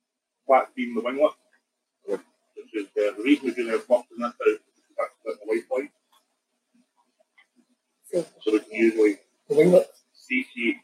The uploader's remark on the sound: There are audio issues in the episode unfortunately